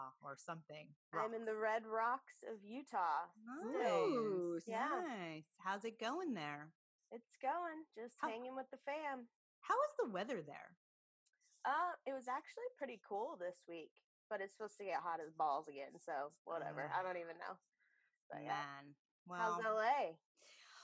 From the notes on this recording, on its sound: on this Hoops Talk Podcast Zoom’d episode